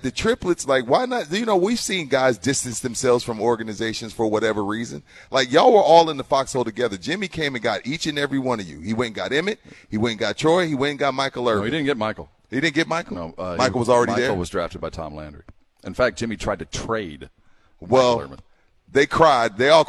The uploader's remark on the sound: LIVE AT SA CARD HOUSE